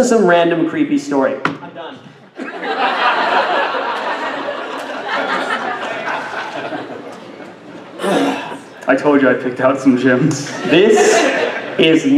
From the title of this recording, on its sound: Live at Ohayocon